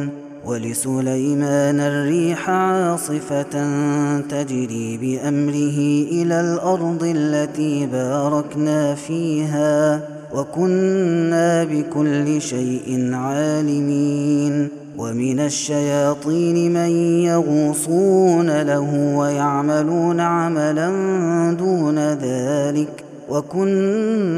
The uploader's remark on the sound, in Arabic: هذا التسجيل من صلاة التراويح